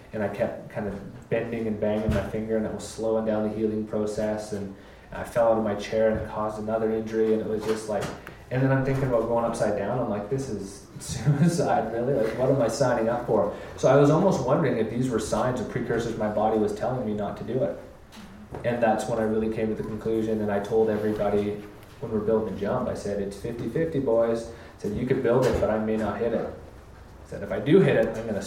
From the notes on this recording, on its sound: Live From 5Point Vol. 3. 5Point Film Festival invited us back for another live Dirtbag Diaries. We invited four people up on stage to to talk about a moment in their lives when it all seemed to go wrong.